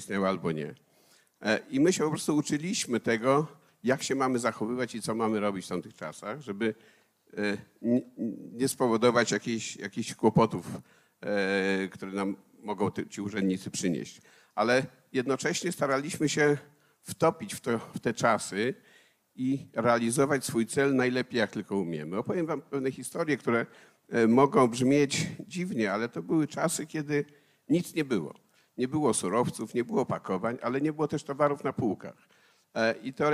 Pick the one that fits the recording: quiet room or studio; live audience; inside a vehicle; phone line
live audience